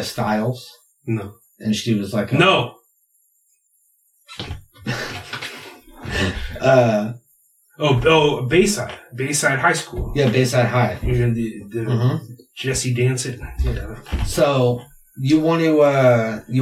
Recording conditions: poor microphone